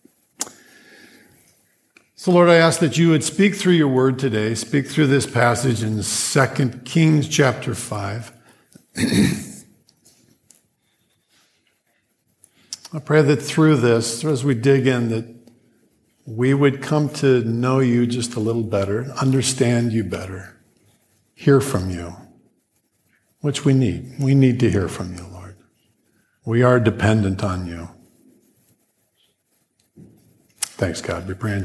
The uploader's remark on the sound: Grace Church Sermon Audio